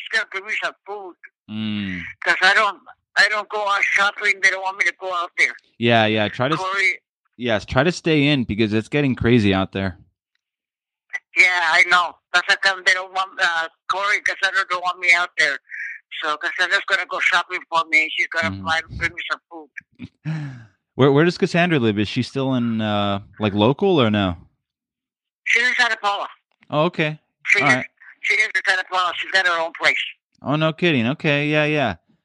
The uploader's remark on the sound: a phone conversation with each of his grandmothers